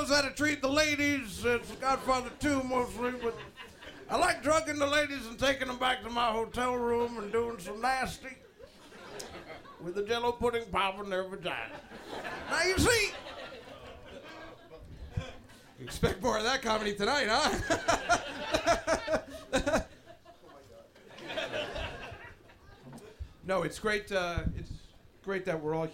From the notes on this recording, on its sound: This is the full live recording. This doctored reading of The Godfather Part 1 was taped in front of a live audience at the Village Underground in the West Village.